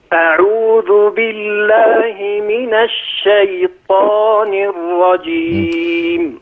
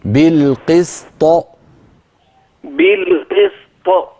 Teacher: فاتك سهوا تفخيم الطاء كما ينبغي